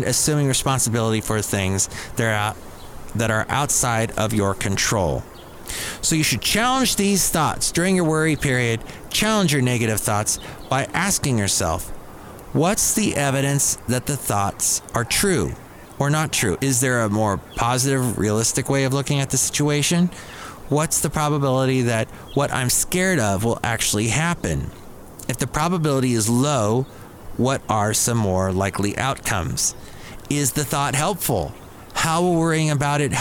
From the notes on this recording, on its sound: podcasts live from Cafe Anyway